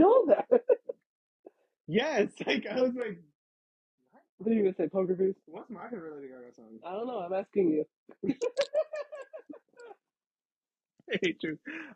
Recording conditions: poor sound quality